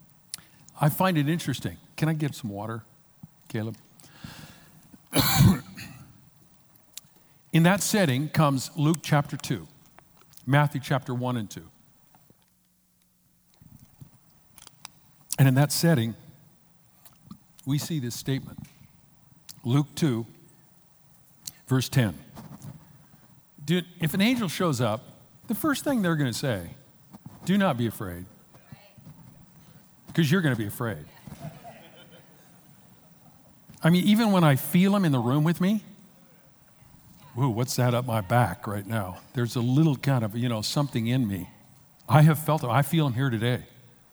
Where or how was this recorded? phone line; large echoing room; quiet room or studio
large echoing room